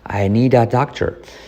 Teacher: la D de need se convierte en R suave española.